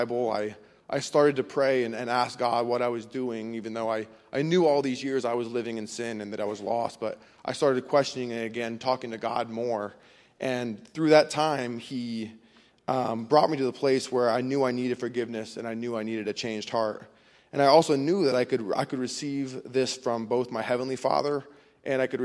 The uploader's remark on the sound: Faith Baptist Church in Hamilton, NJ.